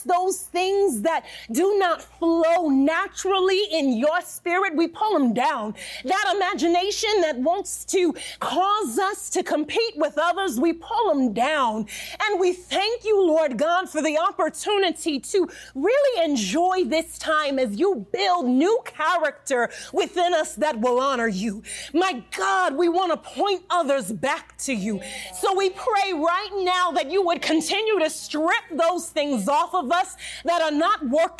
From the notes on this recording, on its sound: A LIVE Podcast Recording. The Live Podcast Recording is finally here, and I'm so grateful to our little audience that met us in person!